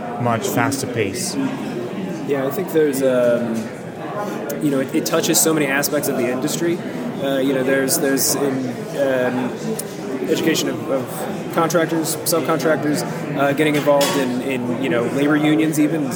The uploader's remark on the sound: recorded at the Passive House Network Conference